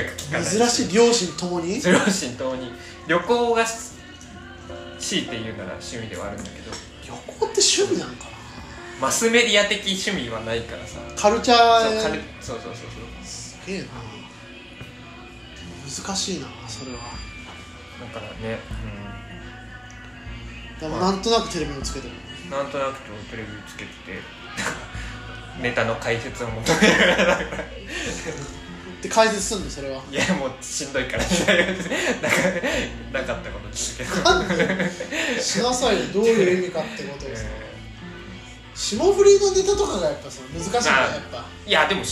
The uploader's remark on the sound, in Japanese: 別刊を一緒に録ってる高校時代の友人と、正月にカラオケに行ったのでそのついでに録りました。